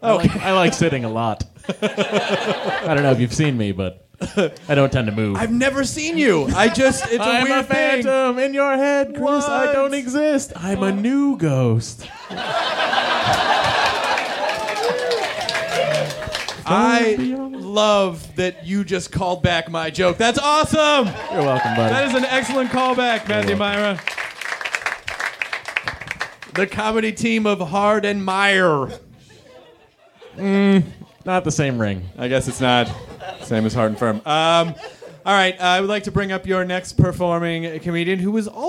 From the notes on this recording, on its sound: Recorded at Meltdown Comics in LA on December 15, 2010 in front of a live nerd audience.